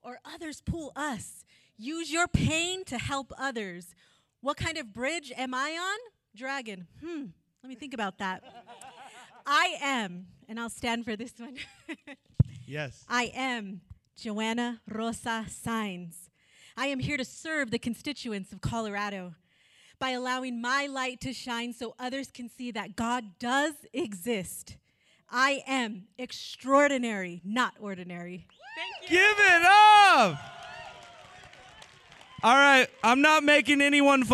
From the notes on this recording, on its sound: During the 2021 TFP Summit we went live with this exclusive podcast episode.